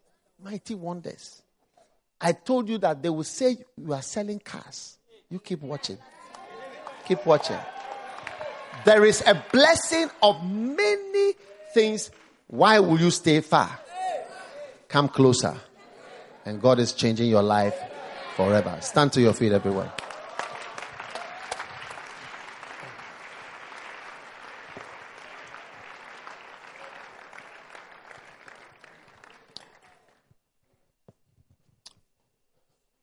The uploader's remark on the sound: Preached at the First Love Center, Accra.